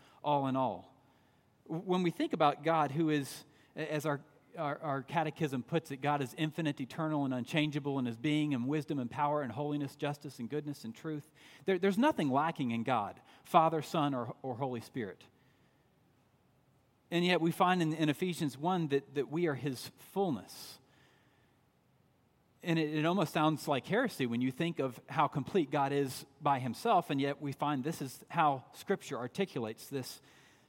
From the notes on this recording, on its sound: At Redeemer Presbyterian Church in Charleston, SC, on Sunday, June 23